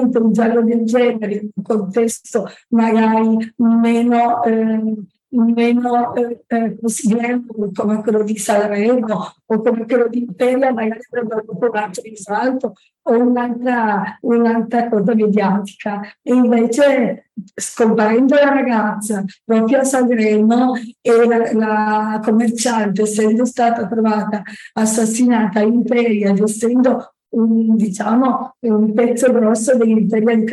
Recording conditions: video call